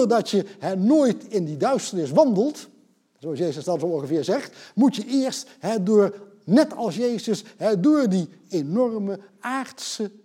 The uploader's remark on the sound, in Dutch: Deze lezing werd opgenomen in Museum Catharijneconvent op 9 oktober 2020 en is georganiseerd vanwege de tentoonstelling Body Language.